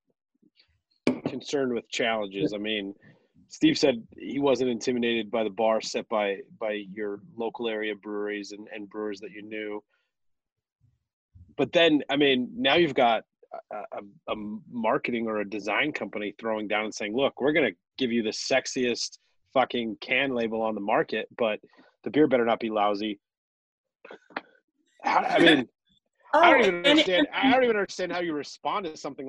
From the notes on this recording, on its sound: jumped on Zoom to talk with us